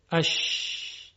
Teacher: در تلفظ شین هوا و صوت روی سطح زبان منتشر میشه · Term: تفشی